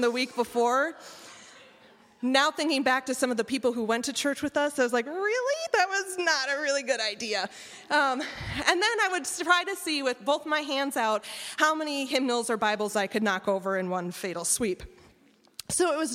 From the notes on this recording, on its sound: Listen to the live recording. Telling the audience of Storycatchers Live: Things that Go Bump in the Night.